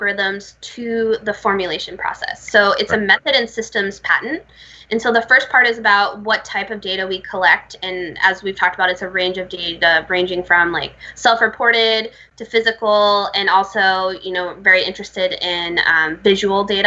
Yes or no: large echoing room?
no